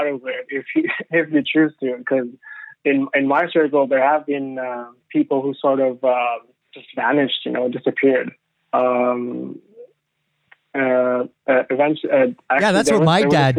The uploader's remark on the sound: phone interview